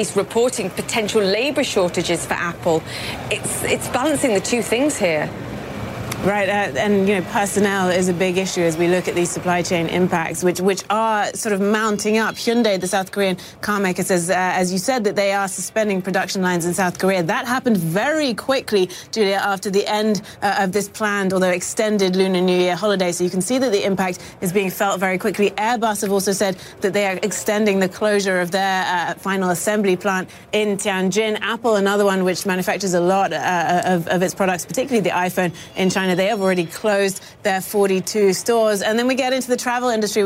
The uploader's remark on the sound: Live from the New York Stock Exchange.